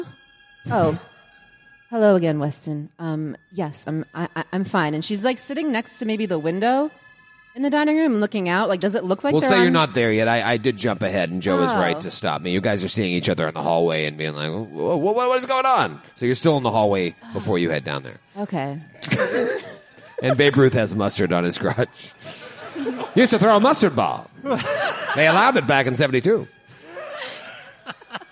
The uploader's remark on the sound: Live! | The Athenaeum | Indianapolis. The Glass Cannon Network took over the Athenaeum Theatre in Indianapolis during Gen Con 2023 for a wild night of 1920s Lovecraftian horror!